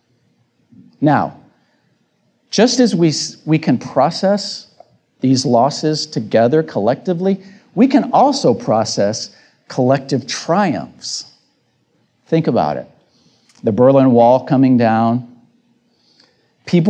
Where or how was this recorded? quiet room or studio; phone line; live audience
live audience